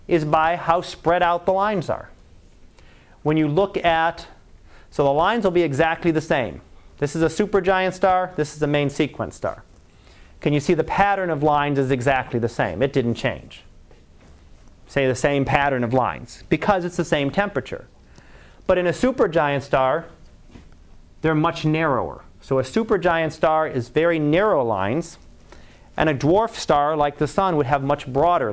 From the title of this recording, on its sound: Live Class Lecture